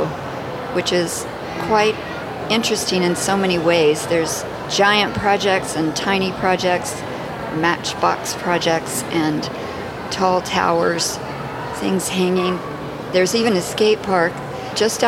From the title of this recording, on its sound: Live from São Paulo Biennial